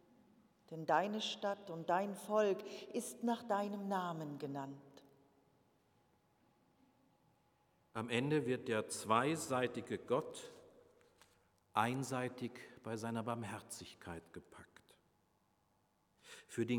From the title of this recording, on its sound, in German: Predigt Pauluskirche 9.5.2021 Rogate